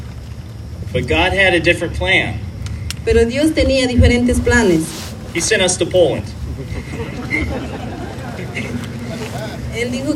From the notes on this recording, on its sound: service was held outdoors in collaboration with Iglesia Cristiana in the Bridge Parking Lot.